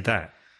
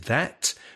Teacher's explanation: Now, when I speak, because I'm from London, I don't pronounce the T. · Shown in: first take · I say that.